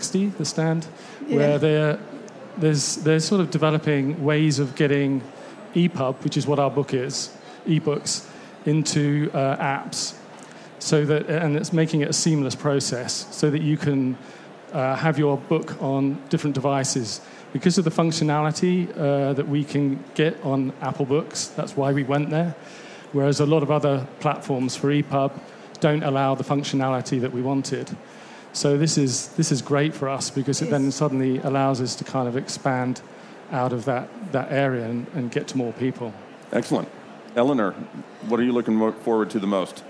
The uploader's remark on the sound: Recorded in front of a live audience at the 2019 London Book Fair.